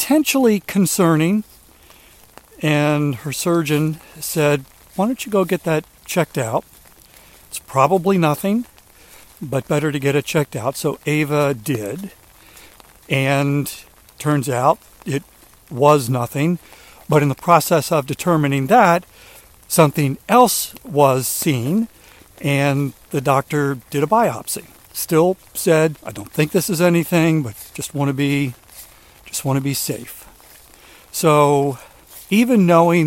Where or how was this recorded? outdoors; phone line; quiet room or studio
outdoors